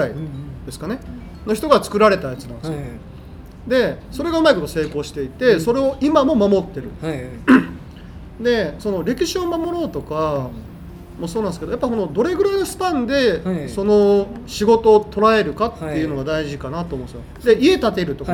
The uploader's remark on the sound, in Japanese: 滋賀県長浜市、JR長浜駅前に新しくできた「長浜カイコー」。このエピソードは、長浜カイコーにて開催されたグッドデザイン賞受賞作の展示イベント「長浜デザイン今昔物語」のオープニングトークとして公開収録されたものです。